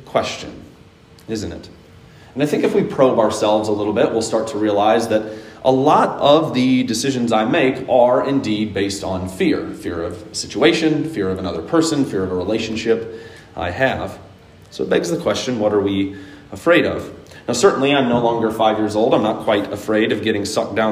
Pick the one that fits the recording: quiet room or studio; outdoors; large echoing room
large echoing room